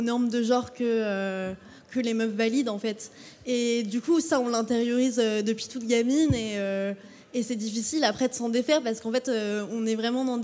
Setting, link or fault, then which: setting, live audience